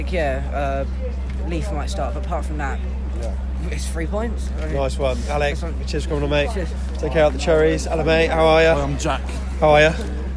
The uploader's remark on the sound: From the party atmosphere in The Manchester before the game, right through to the nightlife in Blackpool after hours. We took our microphone with us to capture it all, including the raucous scenes at full-time at Bloomfield Road.